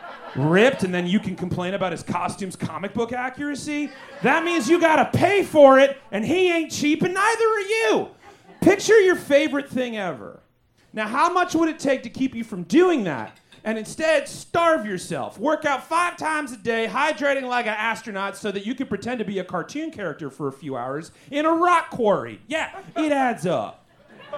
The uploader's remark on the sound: Recorded LIVE at Chicago’s Historic Green Mill Lounge on February 3rd 2024 for The Paper Machete